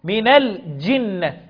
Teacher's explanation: من الجنة، الجنة اللام قمرية حكمها الإظهار، من ال، من ال، من الجنة، الجيم فيها شدة والجيم ما فيهاش تفشي، ما قولهاش من الج، ما جيبش تفشي الشين فيها، من الجن، والنون المشددة فيها ايه؟